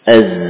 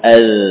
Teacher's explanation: Nah, tidak ada sofir pada zal. Adapun zai, az. Ya, ada suara yang yakni tajam. Ya, tajam. Az. · Term: sifat sofir